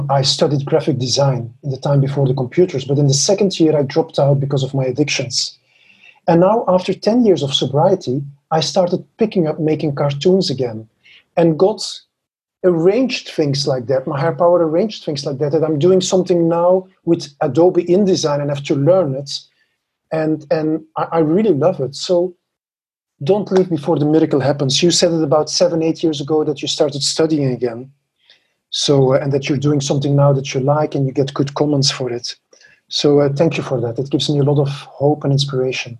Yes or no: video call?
yes